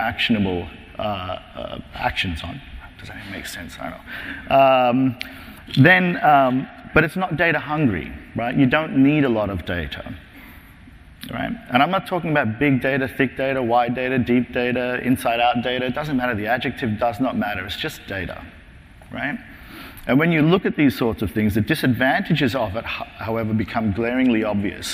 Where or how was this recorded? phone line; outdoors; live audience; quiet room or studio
live audience